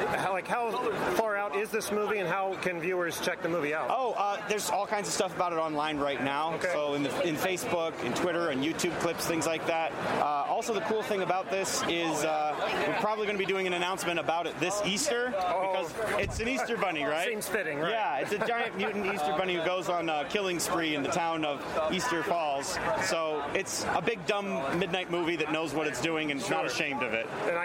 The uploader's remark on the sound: Wizard World Cleveland 2017! We record this week’s episode in its entirety at the convention as we enjoy and cover the event.